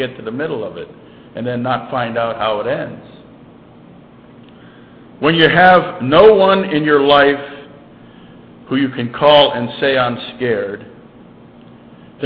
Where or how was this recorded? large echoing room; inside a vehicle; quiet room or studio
large echoing room